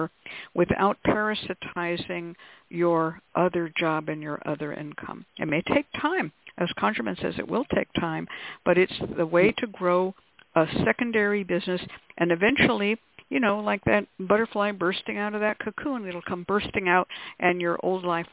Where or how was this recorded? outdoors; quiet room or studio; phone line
phone line